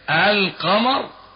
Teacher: لام قمرية لأنك حينما تنطق بكلمة القمر تظهر اللام. لام شمسية لأن حينما تنطق بكلمة الشمس تلغم اللام في الشين، وهكذا في جميع النظائر.